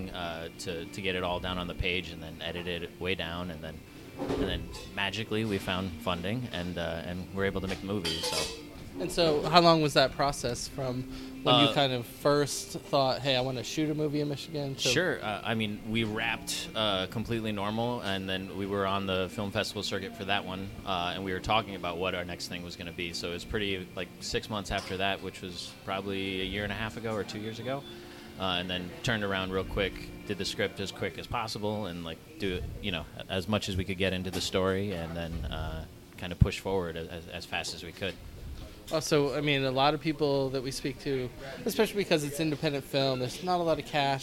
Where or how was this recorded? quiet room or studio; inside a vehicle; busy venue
busy venue